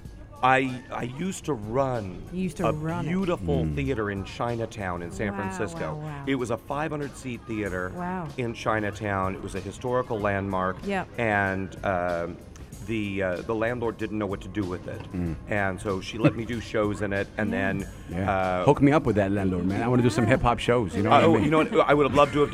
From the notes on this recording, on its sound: Are out and about at "Al Majaz Waterfront" broadcasting Yalla Home Live and having guests throughout their show. In the UAE.